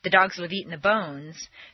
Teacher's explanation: it takes the same amount of time to say both sentences since they have the same number of stresses